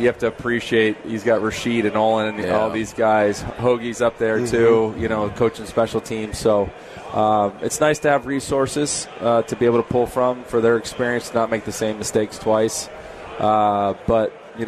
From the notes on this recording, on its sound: Live in Rosemount, IL, for the Chicago Golf Show!